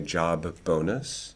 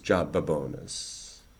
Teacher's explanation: We might, in order to make those sounds clear, say job bonus, and let the b explode into a little bit of vowel · Shown in: first take · If we did it too far, though, we'd start to sound like we were Italians, job bonus.